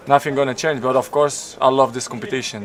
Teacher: habla realmente uniendo palabras, con la T como una R suave